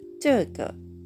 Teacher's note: 第4声上から下へ急降下する音そして次の「く」は形成となりますので軽く添える音になります这个そしてこれもう一つ発音がありまして这个以外にイ个というふうに言うこともありますどちらでも構いませんそして2つ目の単語これは中国語という意味の単語になりますがンウェンという言い方になりますね中国の中という漢字と文章の文2文字で中国語という意味になります発音記号は ZHONG 第一声高く平たくを伸ばす音に続いて WEN 下から上に吊り上げる第二声が来ます。ジョンウェン、ジョンウェン。その次、ゼンマ、ゼンマ。これは疑問詞になりまし